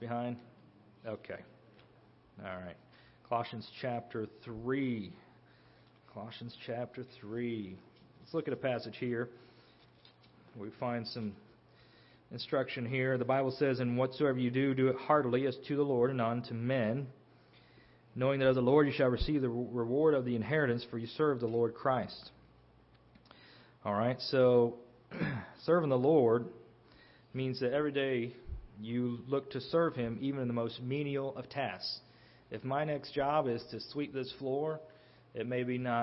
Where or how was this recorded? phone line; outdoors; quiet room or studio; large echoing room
large echoing room